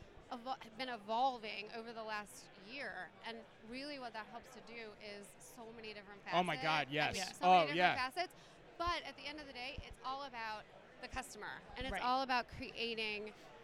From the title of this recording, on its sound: Live From eTail